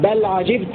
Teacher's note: قرأ حمزة والكسائي بضم التاء للمتكلم